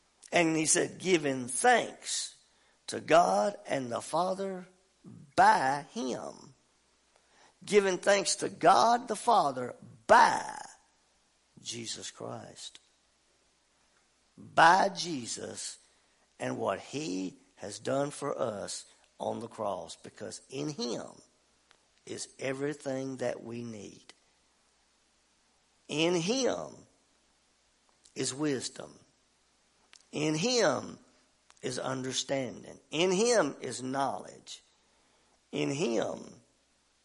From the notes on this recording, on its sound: WELCOME TO OUR LIVE SERVICE. At Family Worship Center in Athens Tennessee. To stream our music live over the internet.